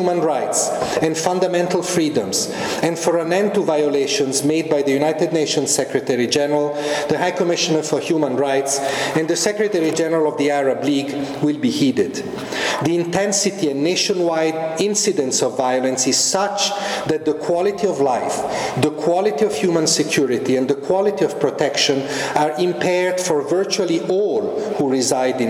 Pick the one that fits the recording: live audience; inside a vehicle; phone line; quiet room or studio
live audience